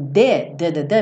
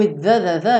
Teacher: o d, d, d, d, minha língua tá dentro da boca. O the, the, the, minha língua tá fora da boca. · Term: TH, língua fora da boca